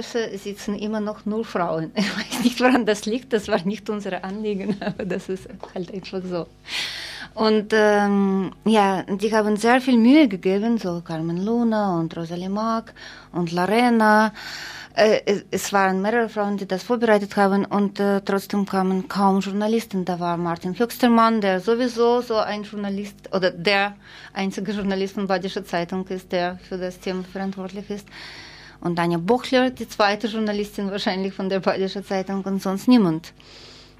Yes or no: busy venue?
no